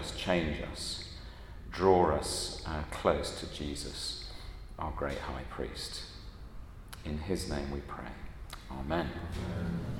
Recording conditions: large echoing room